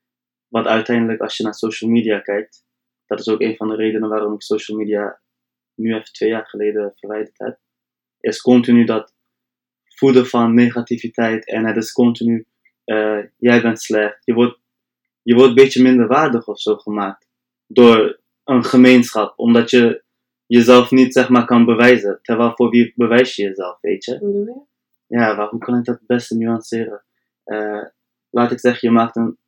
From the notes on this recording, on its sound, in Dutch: Het geluidskwaliteit is nog niet helemaal top